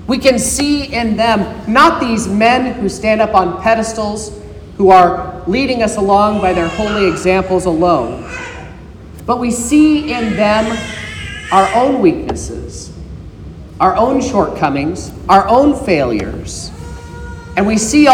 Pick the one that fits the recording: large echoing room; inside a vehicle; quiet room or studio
large echoing room